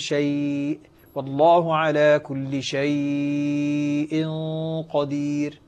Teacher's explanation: فاللين المهموز عند ورش له فيه التوسط أو الإشباع